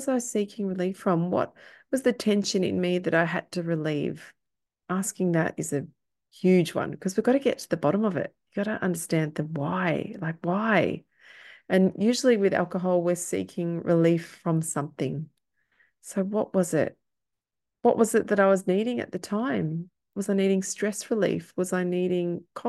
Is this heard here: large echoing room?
no